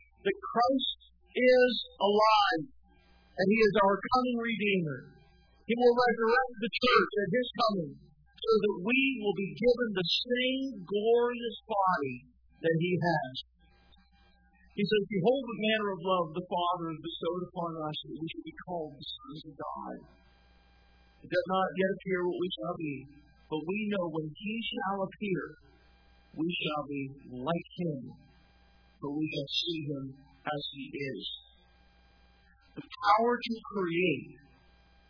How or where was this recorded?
large echoing room